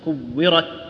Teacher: تلاحظ أن الصوت انحبس أول شيء، كورت، بعدين أطلقت صراح النفس · Term: انحباس الصوت وجريان النفس